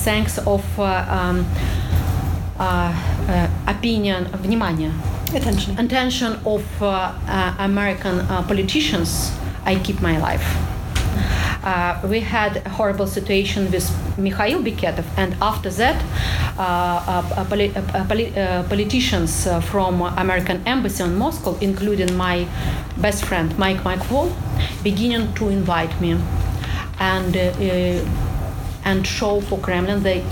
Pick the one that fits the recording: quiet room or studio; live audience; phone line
live audience